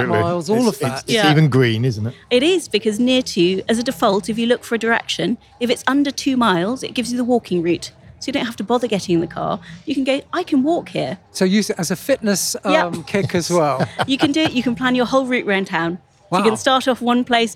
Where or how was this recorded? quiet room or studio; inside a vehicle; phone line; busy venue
busy venue